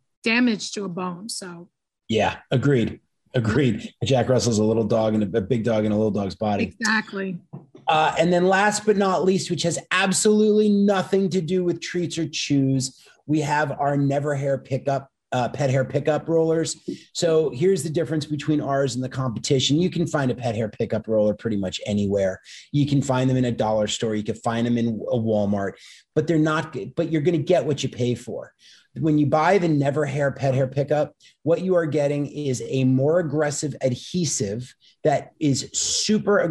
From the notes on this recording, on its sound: Listen in on a very tradeshow like conversation.